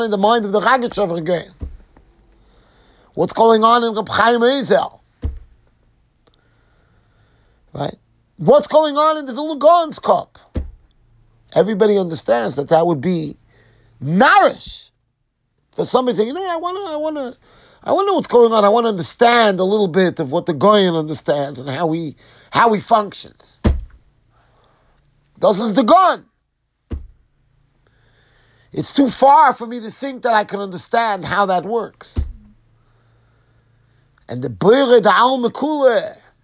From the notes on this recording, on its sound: Shiur recorded in Yeshivas Ohr Reuven, Monsey NY.